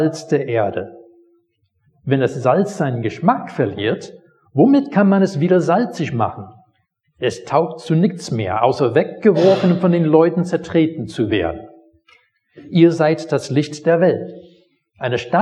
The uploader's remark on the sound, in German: Predigt aus dem Gottesdienst